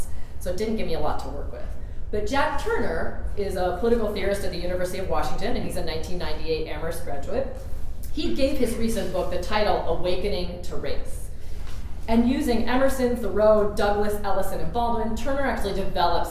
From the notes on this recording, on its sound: This lecture was recorded on February 17, 2016 in the Pruyne Lecture Hall at Amherst College.